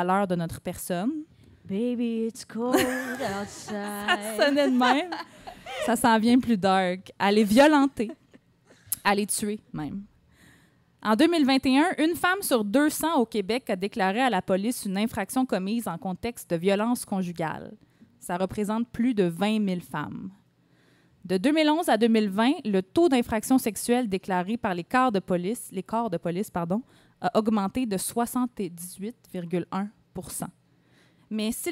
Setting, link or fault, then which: setting, live audience